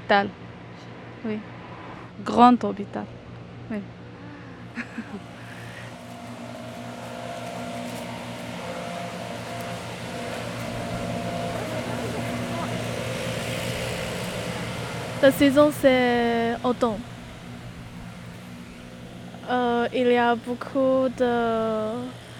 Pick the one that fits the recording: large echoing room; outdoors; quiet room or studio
outdoors